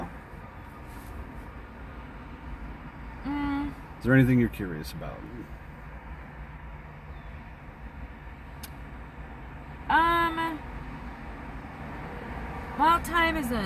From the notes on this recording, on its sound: lots of background traffic as we have a chat in my car.